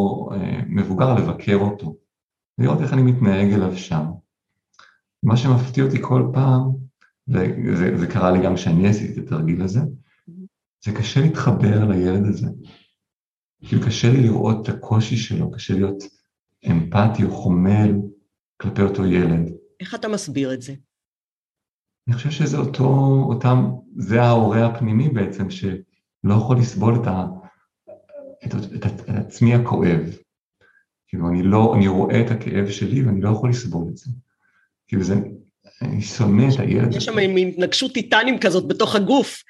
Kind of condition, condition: link, video call